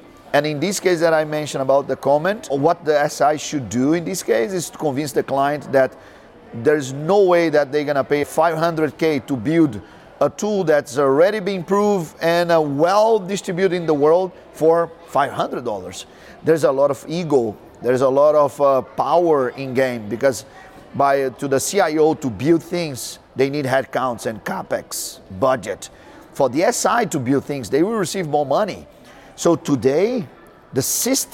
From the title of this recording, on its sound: Live from ShopTalk